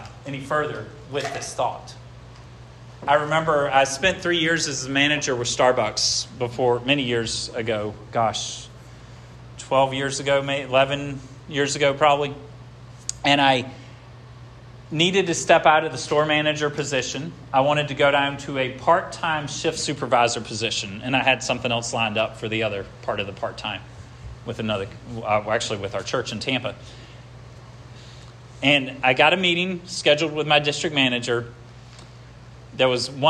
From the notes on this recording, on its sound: This sermon was preached at Hope Fellowship